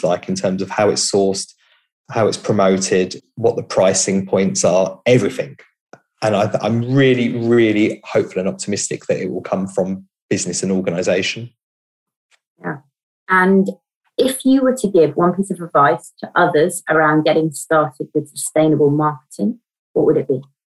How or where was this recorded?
video call